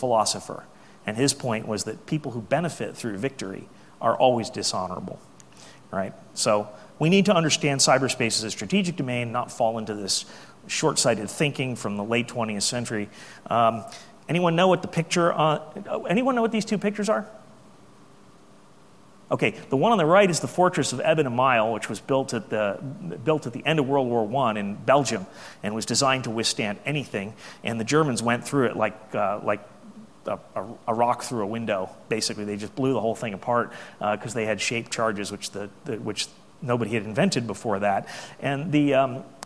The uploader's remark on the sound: AusCERT keynote speech.